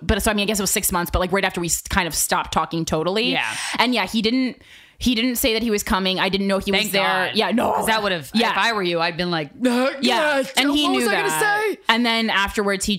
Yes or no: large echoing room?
no